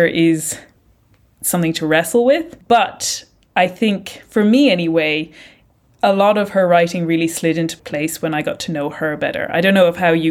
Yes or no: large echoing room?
no